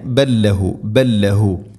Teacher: ബല്ലഹു, ഇവിടെ ബൽ ലഹു അല്ല പറയുക, ബല്ലഹു ബല്ലഹു. ലാമിനെ അടുത്ത ലാമിലേക്ക് ഇദ്ഗാം ചെയ്ത് അഥവാ കൂട്ടിലയിപ്പിച്ച് ഉച്ചരിക്കണം, മണിക്കരുത്.